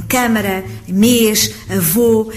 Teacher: Na palavra avô, o circunflexo assinala a vogal da sílaba tónica e indica que a vogal é média, como eu acabei de referir, ou seja, com um timbre semifechado, ou seja, é pronunciada sem abaixamento ou elevação do dorso da língua, do corpo da língua. · Term: vogal média